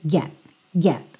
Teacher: chega a botar a língua no T, mas eu não chego a soltar esse T mesmo